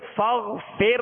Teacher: را کو باریک پڑھیں گے، را ساکن سے پہلے زیر اسی کلمے میں ہے